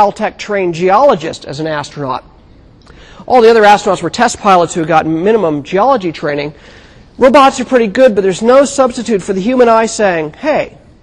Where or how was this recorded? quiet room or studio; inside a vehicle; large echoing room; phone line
large echoing room